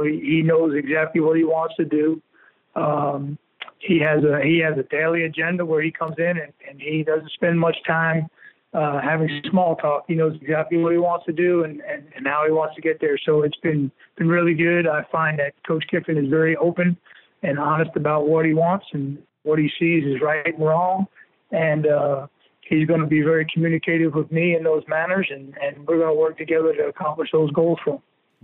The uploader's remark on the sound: Joined on the Modern Woodmen phone line.